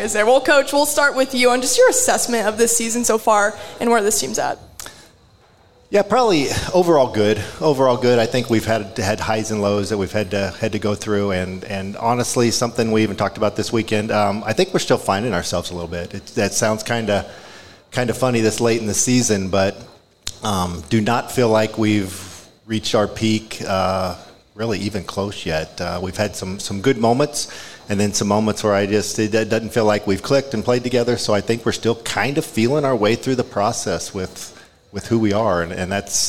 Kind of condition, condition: setting, live audience